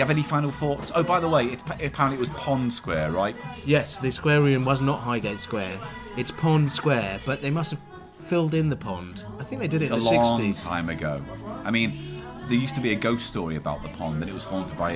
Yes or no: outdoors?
yes